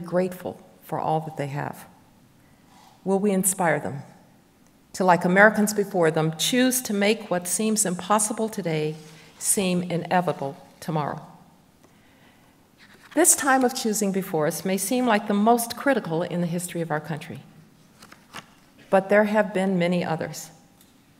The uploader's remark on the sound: we go back two weeks to March 8, 2023 for our in-person event